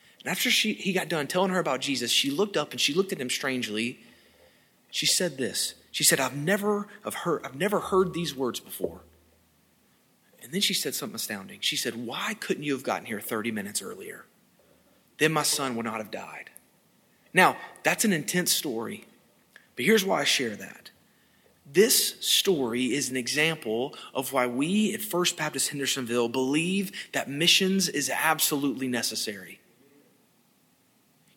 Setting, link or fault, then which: setting, large echoing room